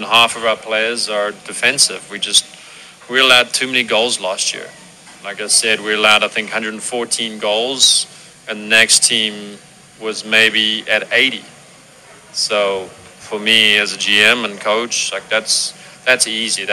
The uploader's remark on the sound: Live from Ivy Park Sports Bar and Grill